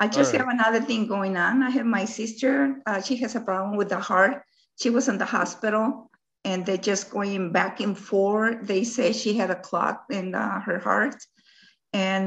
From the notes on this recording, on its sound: Weekly Zoom Podcast in Audio format. This was recorded LIVE on Zoom.